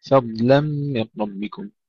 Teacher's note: استطالة الضاد مع تفخيمها وقبلها ترقيق الفاء وبعدها ترقيق اللام